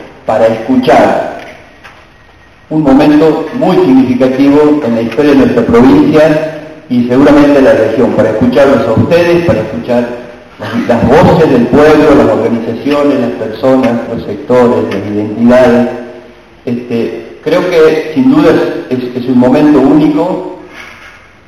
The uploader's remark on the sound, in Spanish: Con la participación de 190 expositores de las provincias de Salta, Jujuy, Formosa, Tucumán, Catamarca, La Rioja y San Juan, se desarrolla en el Paraninfo de la Universidad Nacional de Santiago del Estero la Segunda Audiencia Pública 2015 convocada por la Defensoría del Público de Servicios de Comunicación Audiovisual.